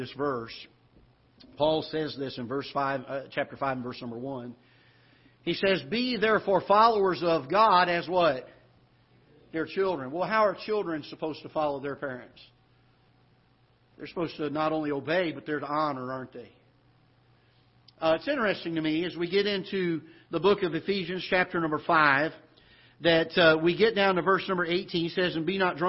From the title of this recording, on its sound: Ketha Heights Baptist Church ~ Live Broadcast